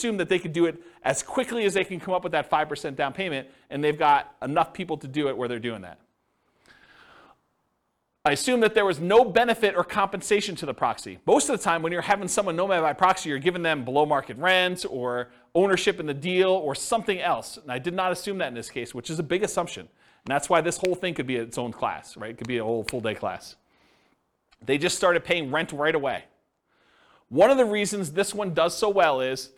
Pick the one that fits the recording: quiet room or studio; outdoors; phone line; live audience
live audience